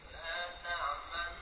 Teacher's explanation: Jadi hamzah. Tidak boleh ain.